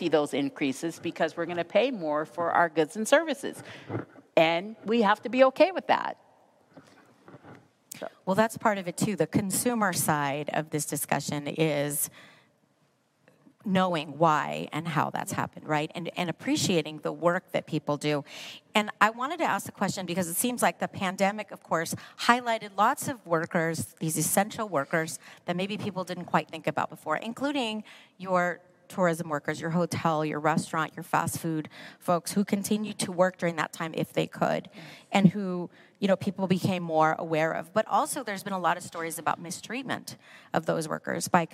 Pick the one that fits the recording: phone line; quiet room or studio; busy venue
busy venue